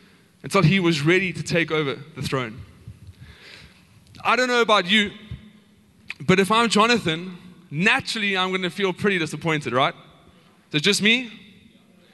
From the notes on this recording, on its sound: Recorded live on Sunday the 25th September 2022